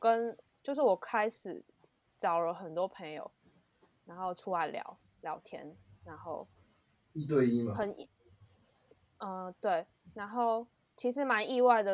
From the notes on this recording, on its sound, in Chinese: 一樣採用遠端錄音和極度拙劣的剪輯能力，還請大家多包容音質和音量上的問題